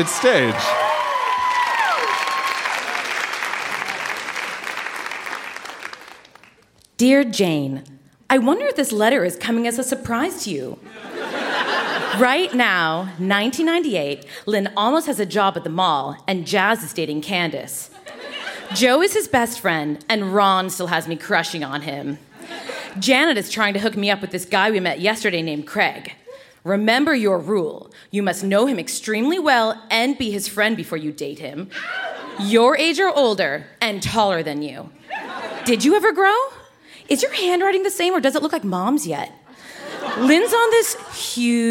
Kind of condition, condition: setting, live audience